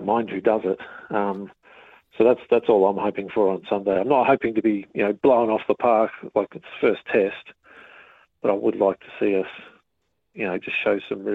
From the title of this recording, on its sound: Your calls & texts